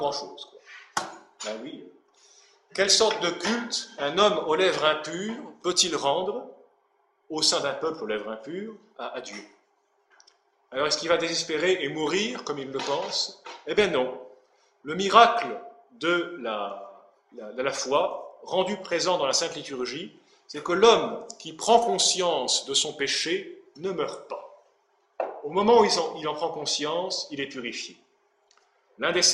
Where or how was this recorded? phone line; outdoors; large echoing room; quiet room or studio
large echoing room